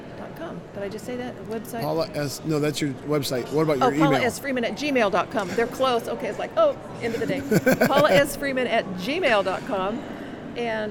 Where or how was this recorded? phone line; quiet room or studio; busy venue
busy venue